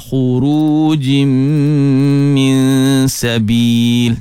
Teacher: Jaga dengung pada khurujim, tanwin bertemu mim, idgham ma'al gunnah atau nama lain idgham bi gunnah, dengung dua harakat di situ.